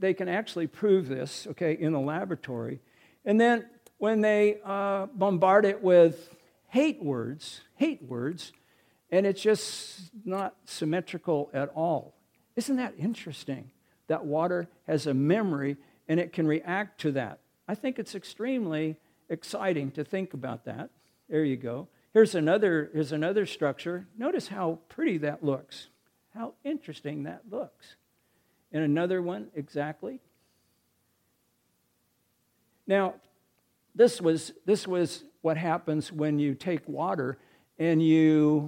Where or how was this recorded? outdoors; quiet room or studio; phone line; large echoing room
large echoing room